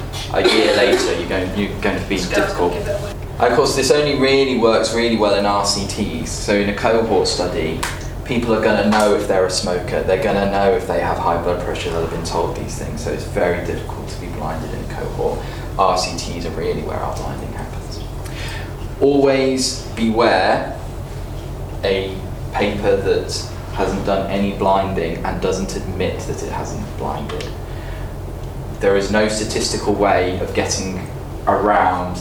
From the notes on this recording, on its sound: In this live recording of the ninth #UnblindingResearch session